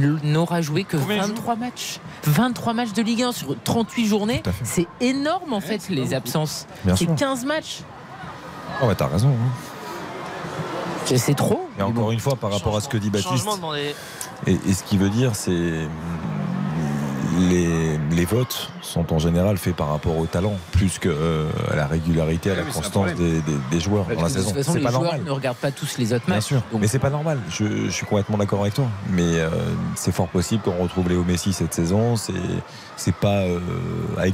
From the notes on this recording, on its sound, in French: en direct du Parc des Princes